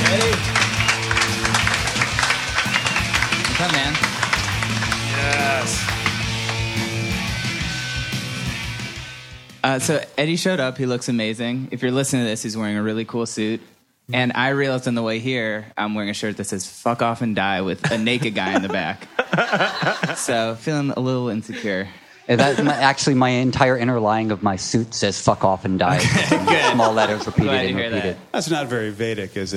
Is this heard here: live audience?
yes